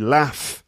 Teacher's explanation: I say laugh. In the North, it would be laugh with a short A sound.